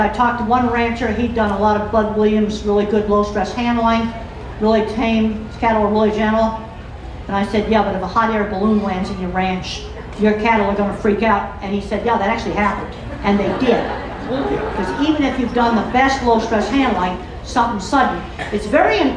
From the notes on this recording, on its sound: The interview was done at the Homestead Festival